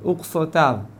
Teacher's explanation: לבטא את זה בעדינות, כי כיוון שיפכן יש את האות קוף, אם אנחנו לא נשים לב, אנחנו עלולים להפוך את הסין לסדי